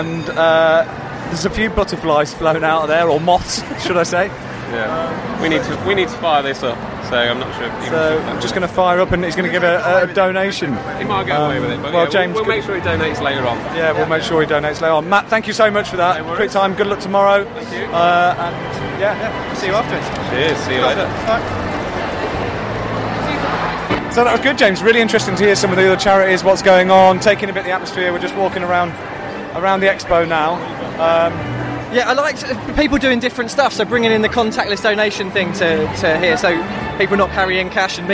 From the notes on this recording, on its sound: Virgin Money London Marathon Expo. The Do More Good podcast comes live from the London Marathon expo.